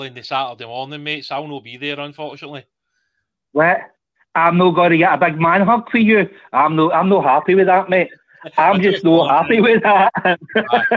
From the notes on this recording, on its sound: The dedicated Phone In Show for Rangers Fans.